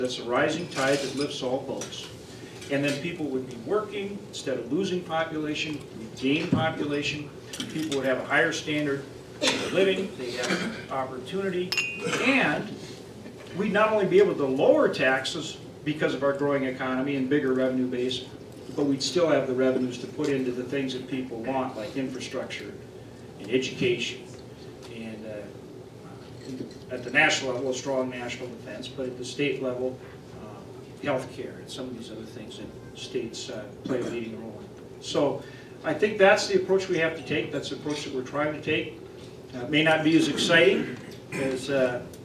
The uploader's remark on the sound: WASHINGTON, DC. Appeared before a luncheon meeting of The Ripon Society.